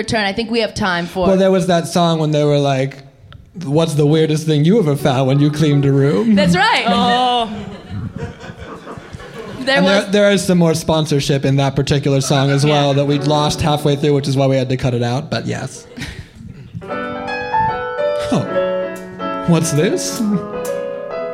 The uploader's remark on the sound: Live from Dynasty Typewriter. Live at the Dynasty Typewriter in Los Angeles.